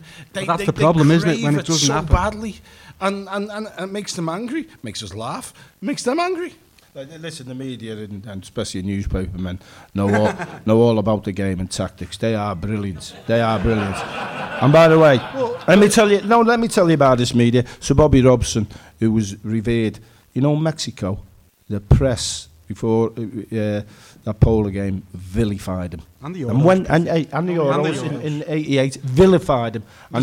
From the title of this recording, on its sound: Live from Liverpool